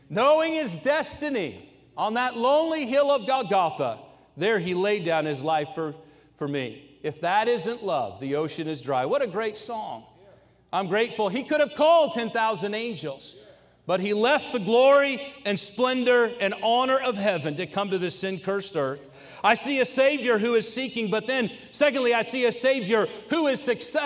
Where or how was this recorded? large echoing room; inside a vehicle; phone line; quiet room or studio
large echoing room